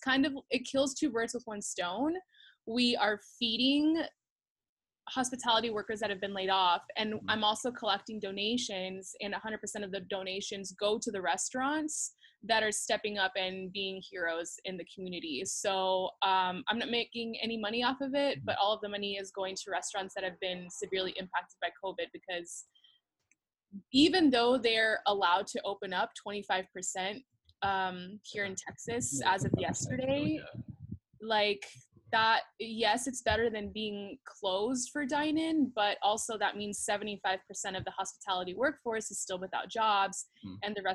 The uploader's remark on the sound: as we figure out how to use ZOOM for a podcast